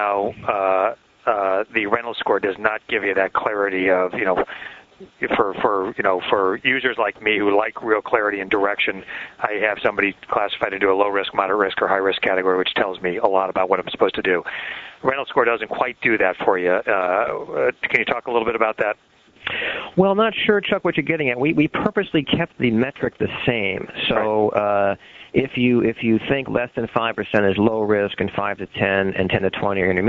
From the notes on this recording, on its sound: Author in the Room® Teleconference